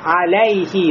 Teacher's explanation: Когда они говорят «алейхи», и я сейчас произнес, да, получилось «алейхи», «лей», «лей». А у нас «ляма» на «мафтуха», то есть «аляйхи» должно быть.